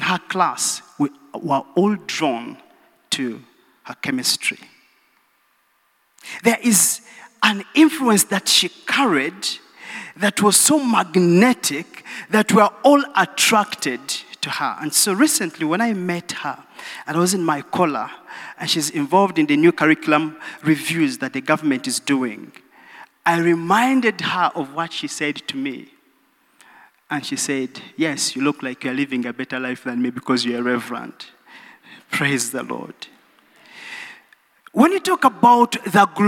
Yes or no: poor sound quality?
no